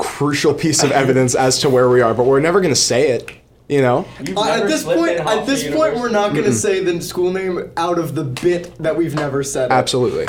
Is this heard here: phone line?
no